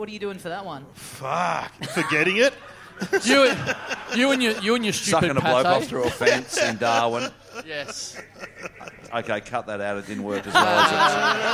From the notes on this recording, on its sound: Live! We're back in Adelaide, LIVE. In front of a red-hot crowd!